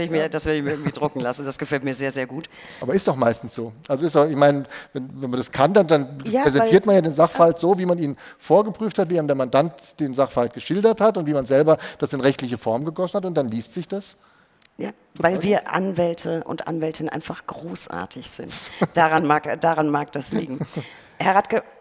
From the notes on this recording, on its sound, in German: Live aus Freiburg. Die Rechtsanwaltskammer Freiburg hat uns eingeladen, während der Kammerversammlung eine Live-Episode von (R)ECHT INTERESSANT!